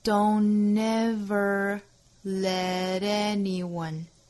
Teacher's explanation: 就是 don't 这个词尾部的 t 略掉了，前面的鼻音跟后面的 ever 做连读